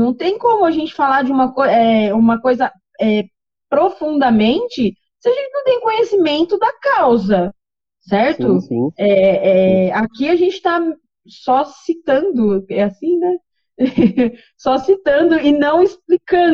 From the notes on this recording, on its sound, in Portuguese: Apesar da pouca qualidade do áudio por estarmos gravando na pandemia.